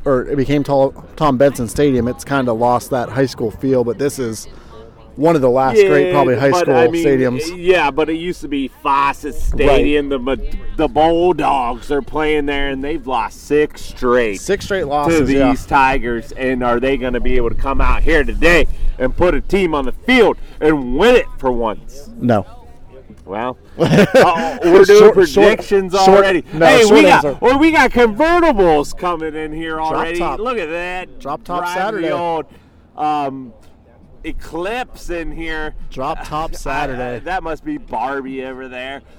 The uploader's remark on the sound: Massillon vs. McKinley Tailgate Show. We bring you all the sounds from the greatest High School Rivalry game.